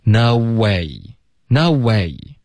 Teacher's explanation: no，嘴唇会嘟起来，no，然后从这个嘟嘴的嘴型呢，就可以直接连到 way 的这个 w 的开头，这个分开嘴唇的这个 w 的音，然后进入到一个 a 的双元音